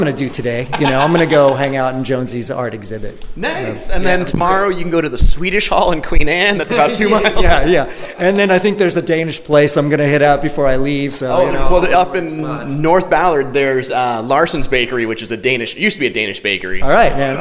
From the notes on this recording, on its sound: The Moisture Festival Podcast – Live at the 2023 Festival!